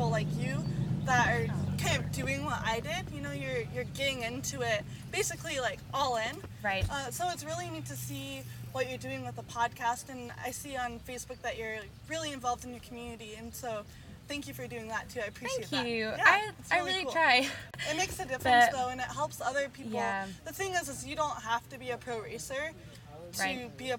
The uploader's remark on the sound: a special outdoors edition of This Dirt Life, post race at Fontana for the KMC Chain SRC Winter Series